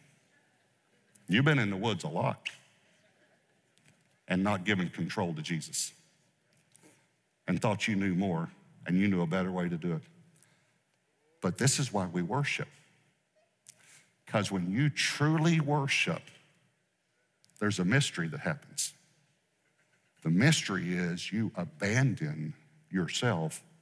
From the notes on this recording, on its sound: Recorded live during our Wednesday night service